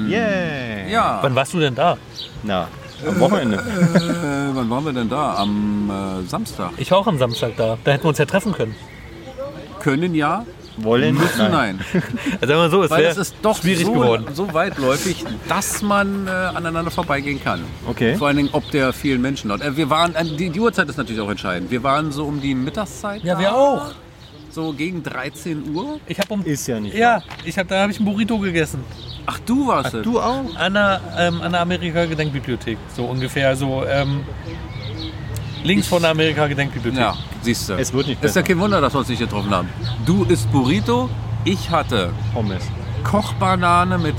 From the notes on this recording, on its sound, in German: Wir haben die Aufzeichnung am Engelbecken diesmal live als Video auf Instagram gestreamt!